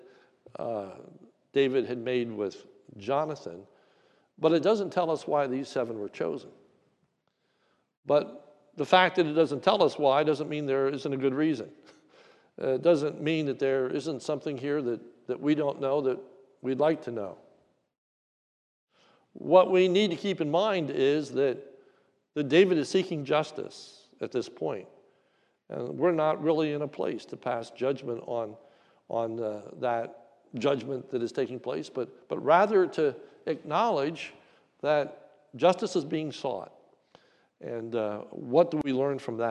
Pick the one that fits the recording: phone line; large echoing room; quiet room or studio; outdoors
large echoing room